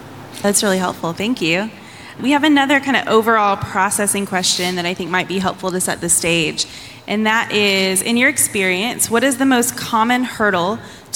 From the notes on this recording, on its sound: In this live event recording